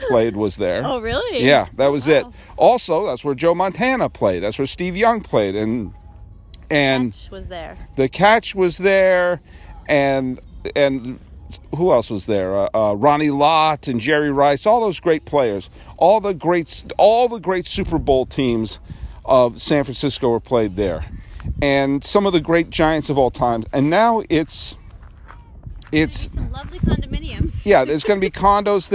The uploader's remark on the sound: I recorded my first podcast of 2019 looking over the remains of Candlestick Park and contemplating timelessness.